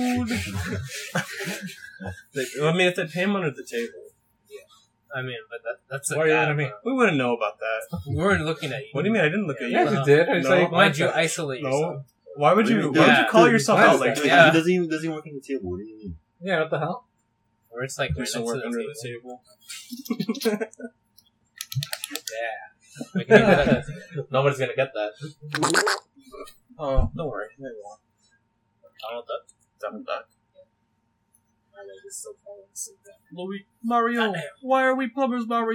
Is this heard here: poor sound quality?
yes